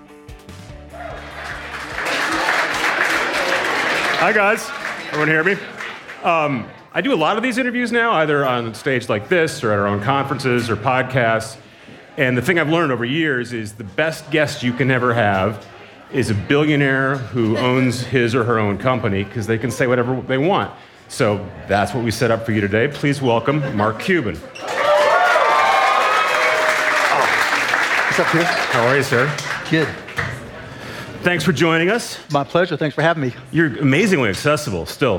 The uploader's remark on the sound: live interview recorded at South by Southwest in Austin, Texas.